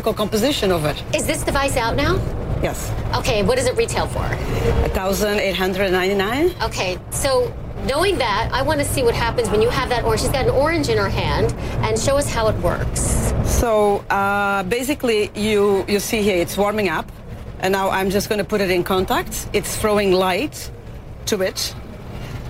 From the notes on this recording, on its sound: live from the New York Stock Exchange